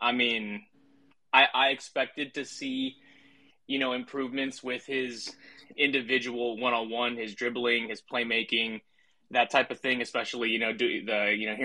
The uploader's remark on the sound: This episode was recorded live on Twitter spaces